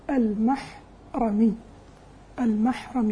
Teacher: فتح الراء مع التخفيف دون تشديد